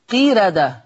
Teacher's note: قرأ ورش بترقيق الراء في لفظي قيردة في الآية 65